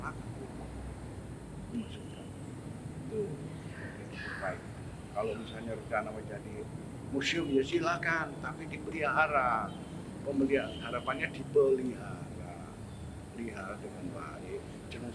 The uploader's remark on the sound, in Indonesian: Wawancara di Museum gedung juang bekasi tahun 2016. (Mohon Maaf Gunakan Headset) Suara kurang jelas.